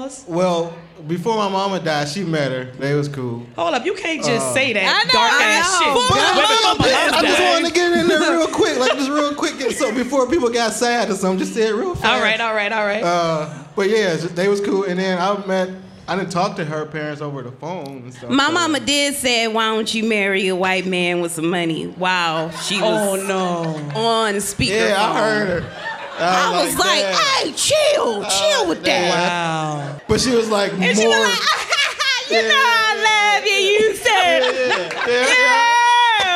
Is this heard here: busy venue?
yes